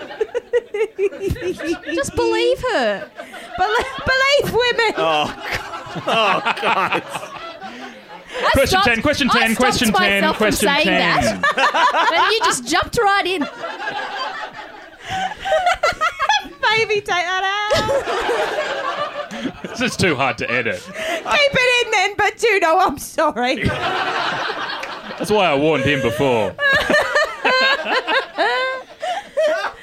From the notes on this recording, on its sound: Special Edition Best of Wax Quizzical Live Podcasts! Feel the energy in the room as we take you through the best bits of over 2 years of live specials! Recorded at Comedy Republic.